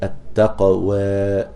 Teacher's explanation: تقليل فتح الفم وهي تكون يعني بين الألف والياء ولكن أقرب إلى الألف · Term: التقليل